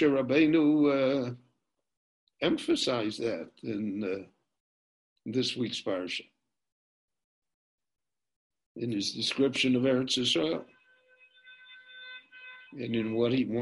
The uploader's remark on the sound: This lecture on Parshat Ekev was recorded LIVE via Zoom in Jerusalem.